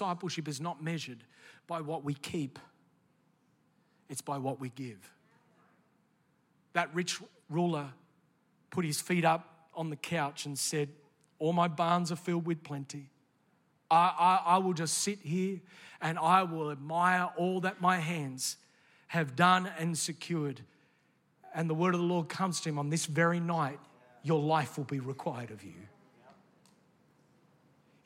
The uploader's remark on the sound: This message was originally recorded in the 11:30 AM service at the NEUMA Melbourne City location.